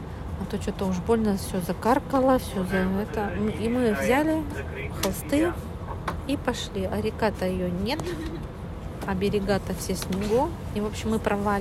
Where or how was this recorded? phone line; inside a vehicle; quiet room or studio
inside a vehicle